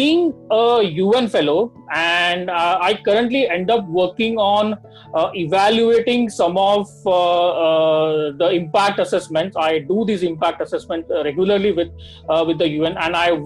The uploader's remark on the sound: interactive session over zoom